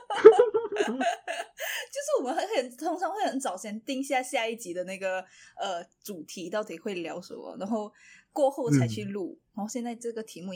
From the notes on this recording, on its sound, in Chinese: 抱歉這集音質很有問題。用錯麥克風。